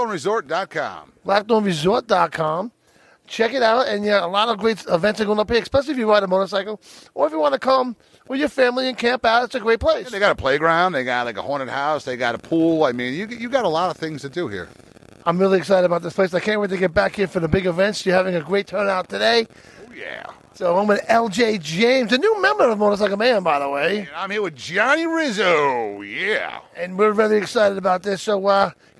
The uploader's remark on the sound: Live from the Red Barn Riders BBQ At the BlackThorne Resort in NY